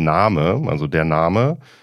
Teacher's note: das A wird aber trotzdem lang ausgesprochen